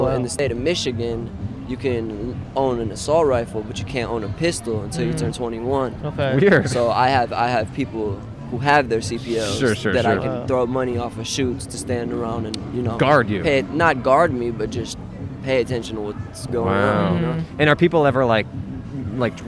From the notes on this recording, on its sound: Recorded on 4/16/21 on Hollywood Blvd in Hollywood, California.